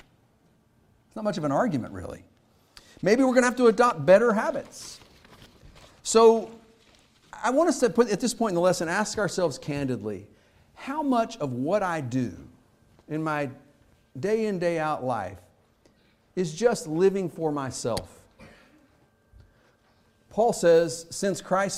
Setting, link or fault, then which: setting, large echoing room